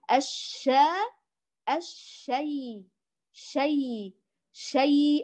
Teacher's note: خرجت لينة ورخوة والصوت بيجري نتيجة لأني أتممت فتح ما قبلها